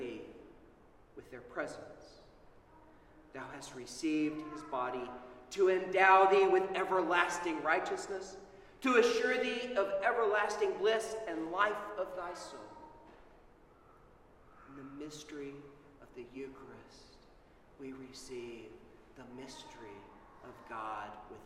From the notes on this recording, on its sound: Sermon at Holy Trinity Anglican Church on Trinity Sunday 2021.